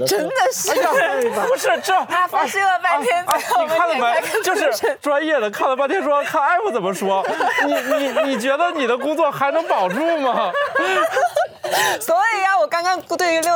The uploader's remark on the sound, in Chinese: 深夜谈谈播客网络举办的首届「声量The Power of Voice」大型播客线下派对上。面对音轨对不齐、部分声音丢失等不可抗力。